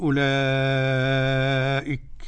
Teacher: هنا بقى التفاوت في الحركات، قرأه ورش بست حركات وحمزة أيضا، وقرأه الباقي بالتوسط · Term: مد متصل